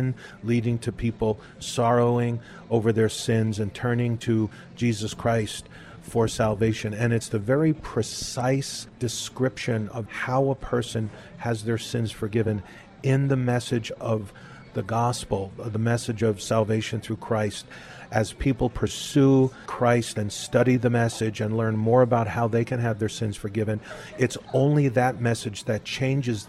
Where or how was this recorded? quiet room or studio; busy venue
busy venue